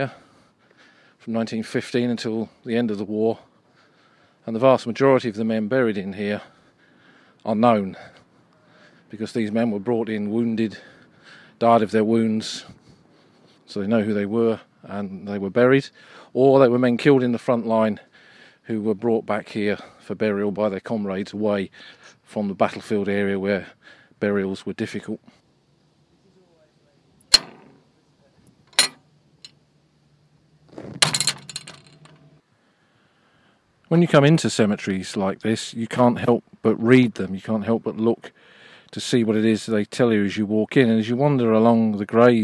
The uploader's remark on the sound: This weeks episode was recorded a few weeks ago whilst on the battlefields of Flanders. We visit a small cemetery in the fields near Boesinghe. Walk among the vast legion of unknown soldiers at Poelcapelle.